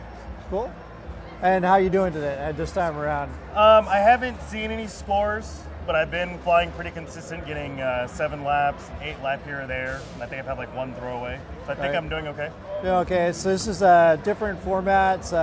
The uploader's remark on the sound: The Drones Garage team had the awesome opportunity to go to GE2.live and do coverage for the drone racing event. More coverage and interviews with Pilots and Vendors that were at the event. GE2.live was held at the WAMU theater in Seattle, WA.